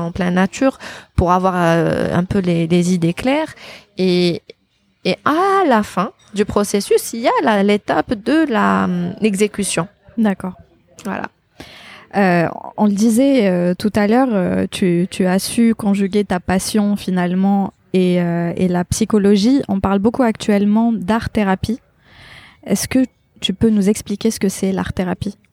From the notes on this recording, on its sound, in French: Cet épisode a été enregistré à Paris. Dans un café qui malheureusement s'est très vite rempli, vous entendrez donc les bruits de fond du lieu.